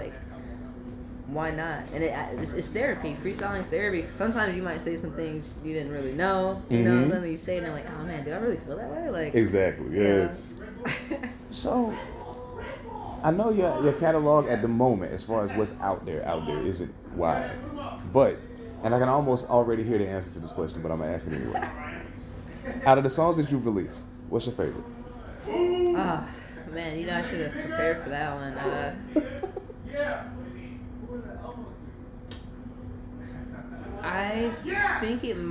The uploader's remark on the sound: Coming live from High Dive in Seattle, WA.